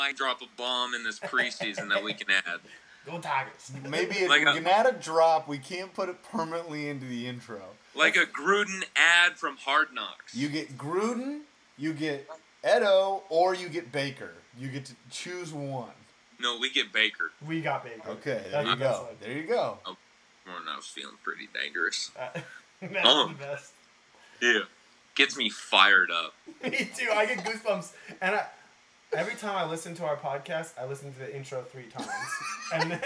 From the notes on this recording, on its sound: The BN crew works through technical difficulties this week to bring you a shortened but hopefully entertaining episode.